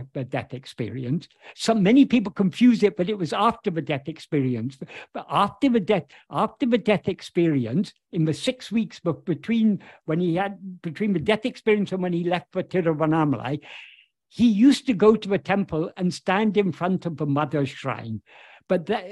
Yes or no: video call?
yes